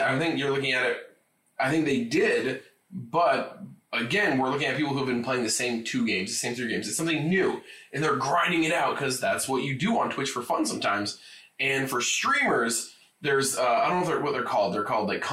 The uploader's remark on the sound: SORRY ABOUT THE AUDIO. YES THE AUDIO IS BROKEN. A WINDOWS UPDATE BROKE OUR AUDIO.